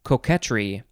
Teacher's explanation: You could also pronounce it coquetry. Emphasize that second syllable. And then we just added the R-Y at the end of coquette.